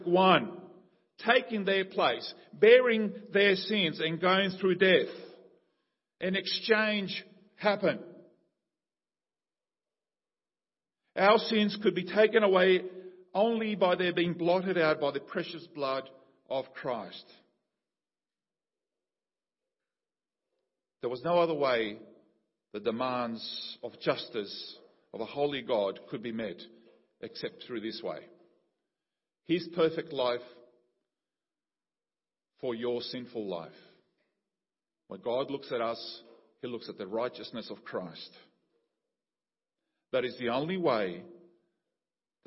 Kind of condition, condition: setting, large echoing room